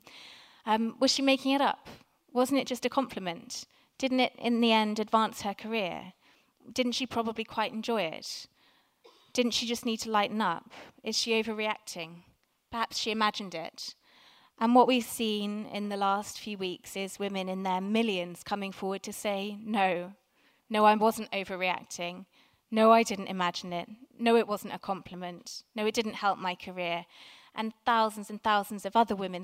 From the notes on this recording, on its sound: Recorded at 5x15 at the Tabernacle, November 2017.